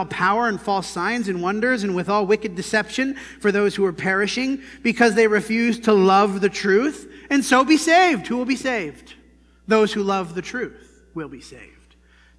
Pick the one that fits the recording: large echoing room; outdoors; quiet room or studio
large echoing room